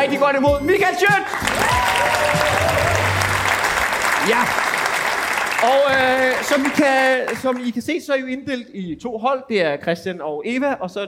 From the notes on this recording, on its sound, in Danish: Afsnittet er optaget live på Comedy Zoo